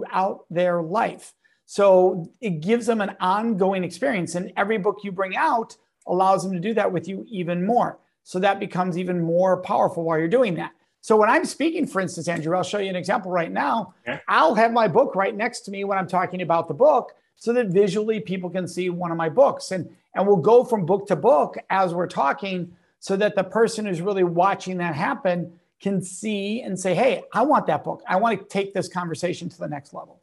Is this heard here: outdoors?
no